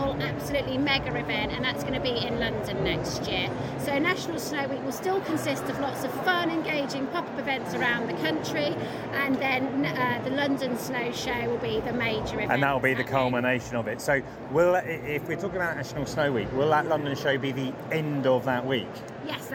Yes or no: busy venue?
yes